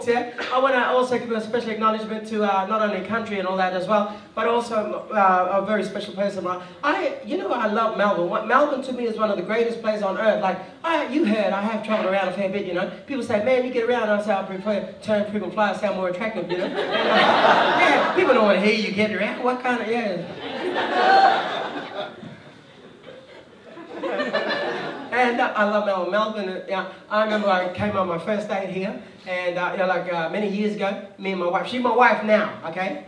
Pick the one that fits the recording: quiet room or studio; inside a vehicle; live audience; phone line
live audience